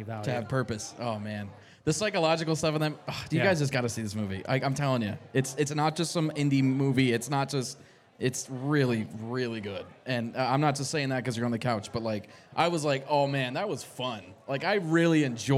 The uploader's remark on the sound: LIVE from Scaredycon at Taproom-120